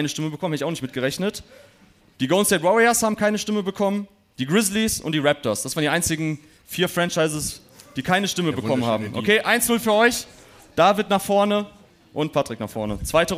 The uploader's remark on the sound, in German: Live-Podcast-Show. Gab es zum ersten Mal JTNBA live auf der Bühne, jetzt bekommt ihr den Mitschnitt der zweiten Halbzeit in euren Podcast-Feed! Teil des Live-Mitschnitts.